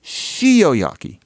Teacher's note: It's really just that the sh is a kind of su. So sh is just an allophone of a general s-ness in Japanese